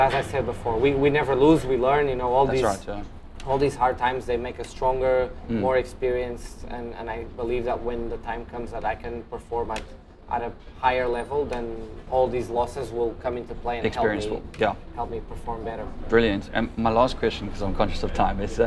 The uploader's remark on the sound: Enjoy the chat and background sounds of Long street in the CBD.